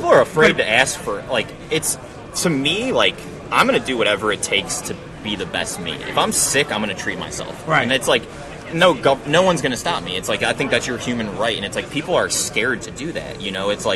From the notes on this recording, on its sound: At the 2019 Cannabis Lab Conference in Miami Flordia on October 28th &amp; 29th. At the 2019 Cannabis Lab Conference in Miami Flordia on October 28th & 29th. The event brings together leaders from law, accounting, and business for a two-day event in sunny Miami.